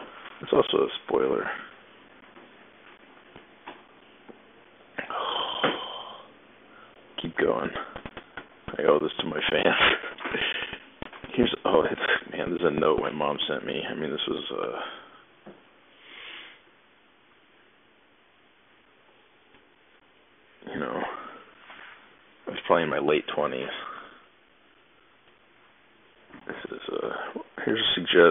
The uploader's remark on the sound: A reasonably ok ep with inexcusable audio quality.